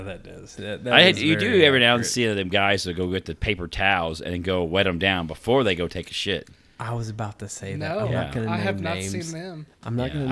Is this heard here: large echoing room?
no